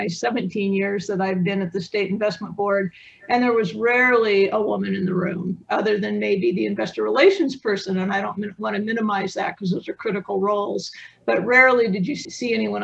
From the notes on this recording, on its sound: In a special conversation, originally hosted at ILPA’s Virtual Summit last fall